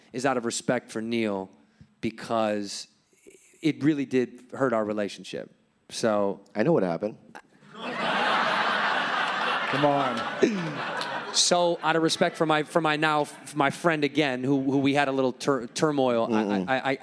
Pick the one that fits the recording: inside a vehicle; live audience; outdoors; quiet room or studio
live audience